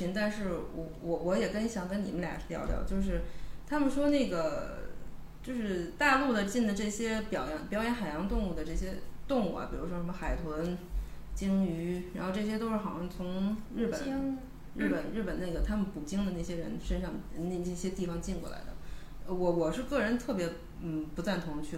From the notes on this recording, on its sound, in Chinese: 小破话筒难以支持多人录音，本期音质堪忧，望谅解。